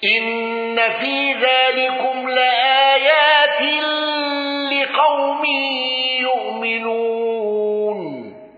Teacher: قالون بتوسط المنفصل وسكون ميم الجمع